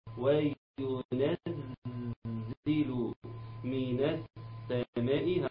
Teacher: هننتقل من النون للسين على طول ونسقط همزة الأصل